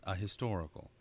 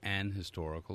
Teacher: if you're a red-blooded American, you aspirate the H. It's a consonant sound · Shown in: first take